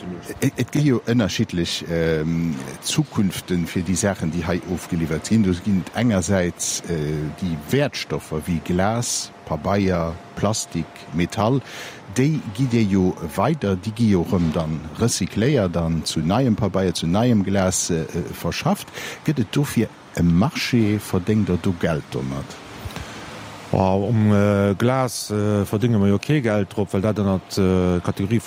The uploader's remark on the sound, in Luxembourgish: Live aus dem Sivec Schëffleng